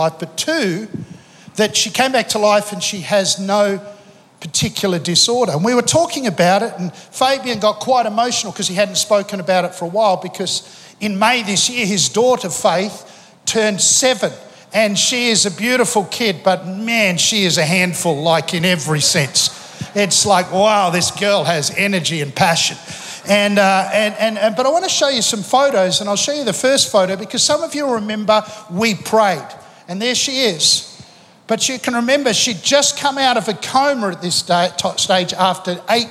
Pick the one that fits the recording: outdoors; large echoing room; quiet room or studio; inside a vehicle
large echoing room